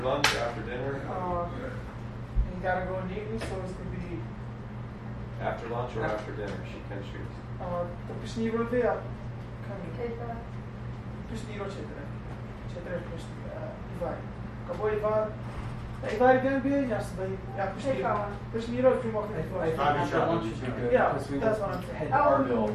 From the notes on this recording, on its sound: live unedited interview from the field